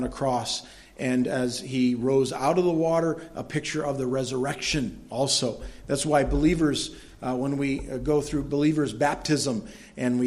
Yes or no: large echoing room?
yes